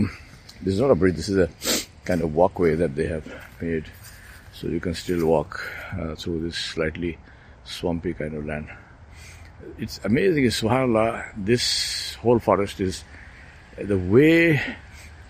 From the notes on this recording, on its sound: Out walking in Mittineague Park